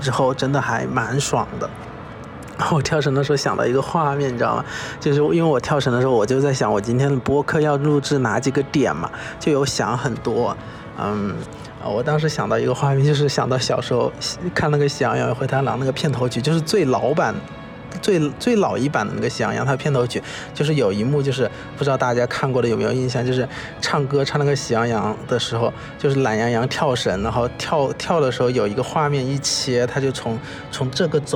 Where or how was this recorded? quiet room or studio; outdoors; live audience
outdoors